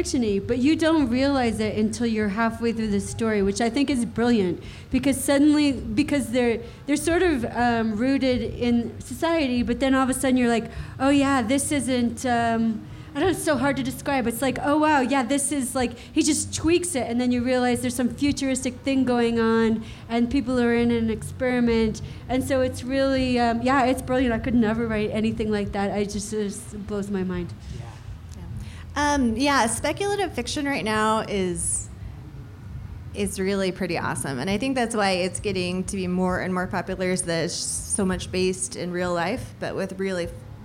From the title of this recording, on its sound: LIVE from the Utah Arts Festival